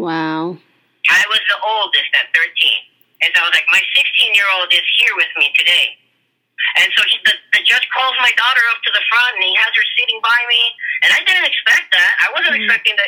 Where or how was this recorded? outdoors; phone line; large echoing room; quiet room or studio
phone line